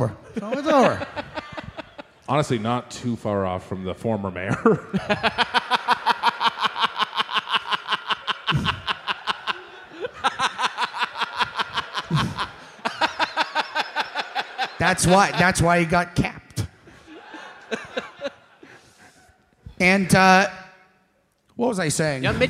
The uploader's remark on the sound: Recorded live at the Chevalier Theatre in Medford, MA on June 10, 2023.